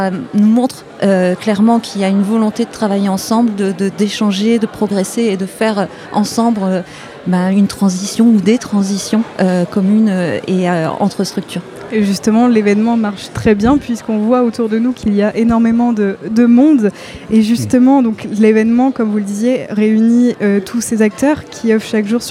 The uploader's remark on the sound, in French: nous sommes en direct des rencontres normandes du développement durable au MoHo à Caen